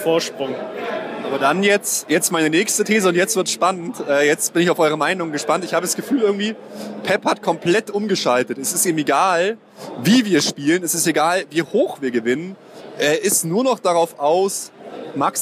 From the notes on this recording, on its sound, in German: Eure Erfolgsfans melden sich wieder aus dem Stadion. Begleiten das Spiel gegen Werder quasi live.